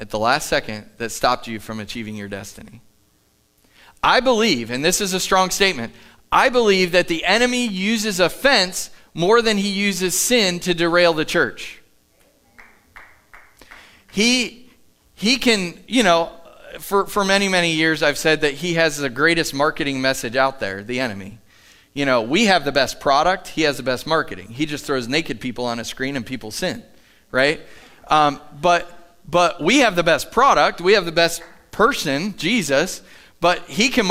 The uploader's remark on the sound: Live from The Summit Church in Dover, OH